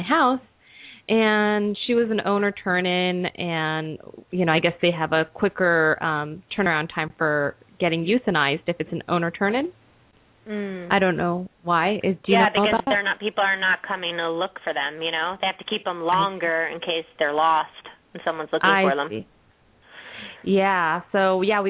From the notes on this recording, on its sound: open up the lines for listeners to call